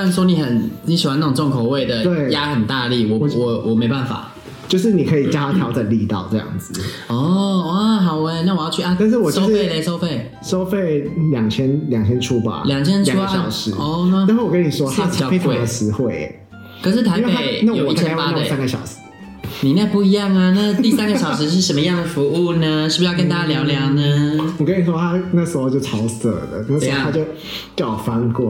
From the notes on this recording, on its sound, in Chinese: 手機錄音 主持人內鬥。本集是手機錄音唷～。